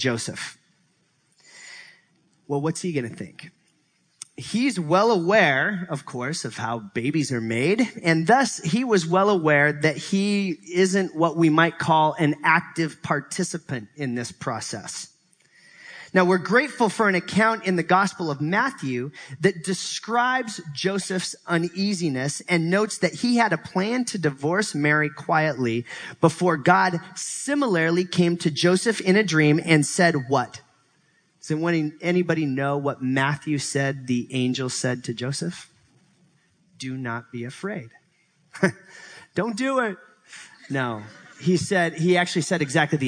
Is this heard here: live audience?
yes